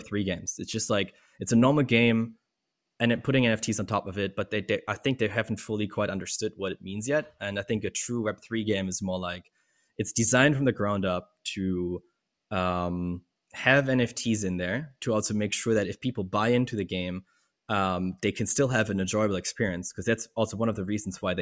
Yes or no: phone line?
no